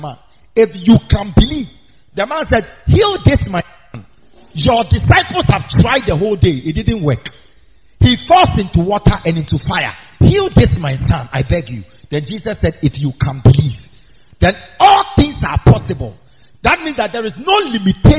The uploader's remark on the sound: preached on wednesday at the miracle arena